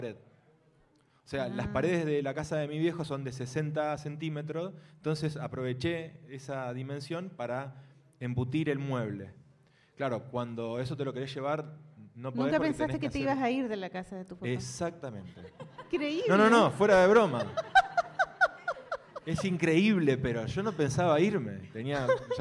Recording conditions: live audience